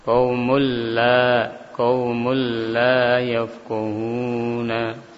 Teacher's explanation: Mana yang jadi syahid di sini adalah mim yang ditanwin ketemu dengan lam qaumul, ya. Qaumul langsung dimasukkan ke dalam huruf lam.